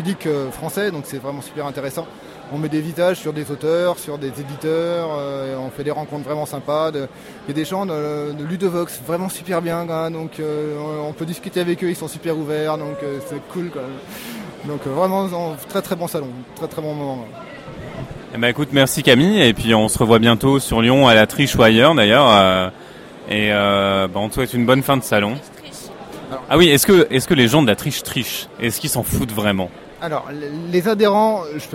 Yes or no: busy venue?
yes